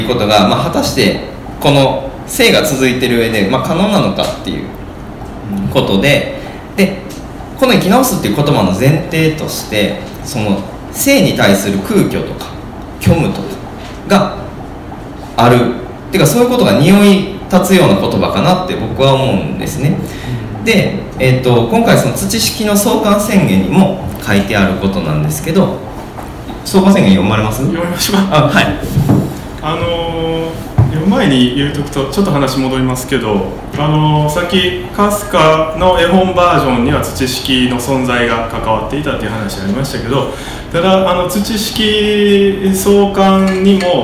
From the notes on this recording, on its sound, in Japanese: 微花』×『つち式』のトークイベント（恵文社一乗寺店）の音声。